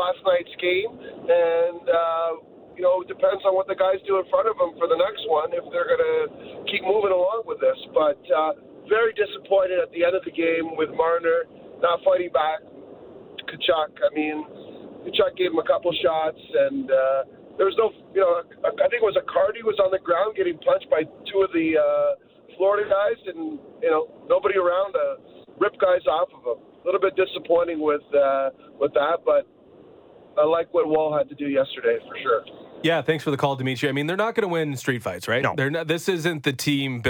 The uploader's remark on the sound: Later on, we open up the phonelines to gauge the pulse of Leafs Nation.